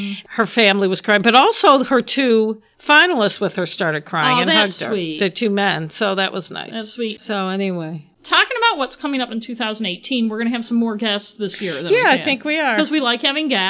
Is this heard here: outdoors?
no